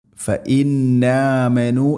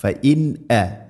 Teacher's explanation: ഫഇൻ ആമനു, ഇവിടെ ഓതുന്ന സമയത്ത് ഫഇന്നാമനു എന്നല്ല പറയുക, ഫഇൻ അ. സാക്കിന നൂന് ശേഷം ഹംസ വന്നാൽ ഇദ്ഹാർ, വെളിവാക്കി, അഥവാ ഹംസയെല്ലാം കൃത്യമായിട്ട് ഉച്ചരിക്കണം · Shown in: second take